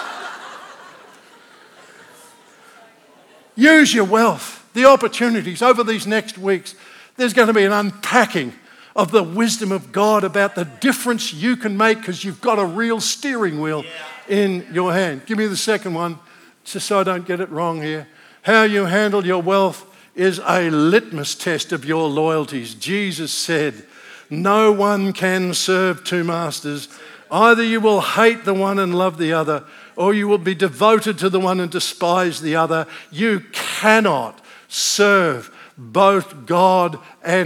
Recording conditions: large echoing room